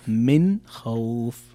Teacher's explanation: الحكم إظهار نون ساكنة أتى بعد حرف الخاء، والخاء من حروف الإظهار، فتقرأ من خوف مثل ما قرأت الآن.